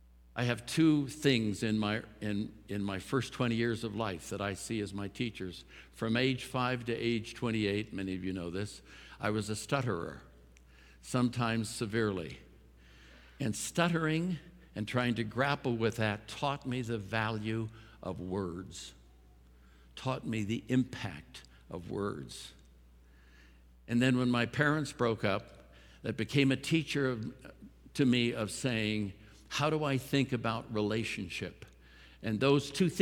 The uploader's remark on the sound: At Timberline Church - Audio. Live.